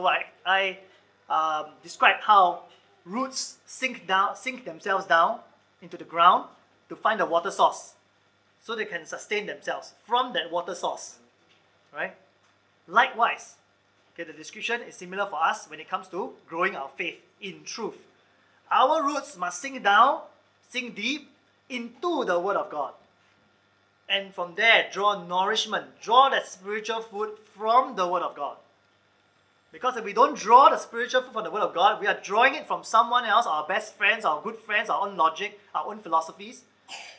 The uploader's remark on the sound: Recorded Live/Sermon